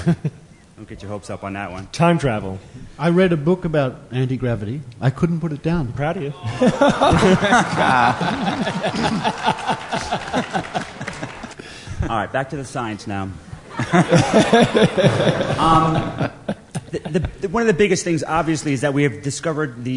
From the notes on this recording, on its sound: Live from TAM 2012